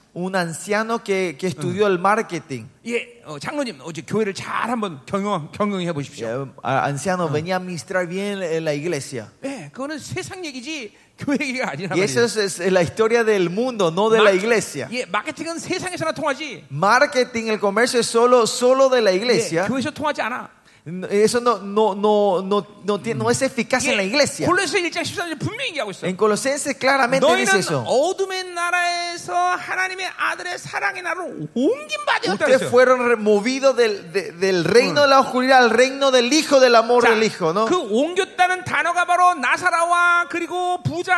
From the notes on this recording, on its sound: '23 Zoe Conference at Honduras